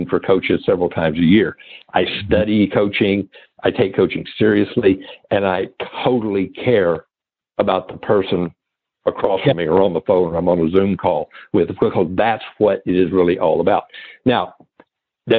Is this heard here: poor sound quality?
no